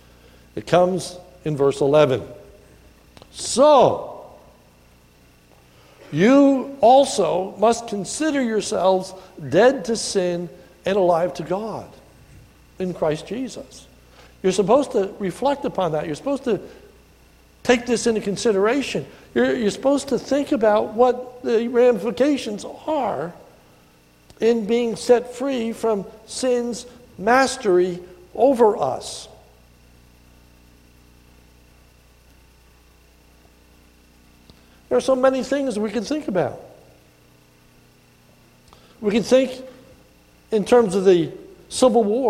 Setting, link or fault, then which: setting, large echoing room